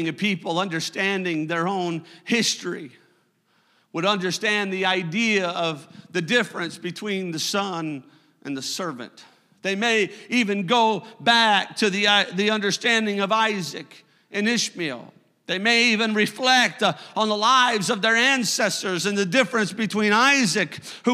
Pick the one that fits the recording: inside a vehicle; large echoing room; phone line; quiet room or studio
large echoing room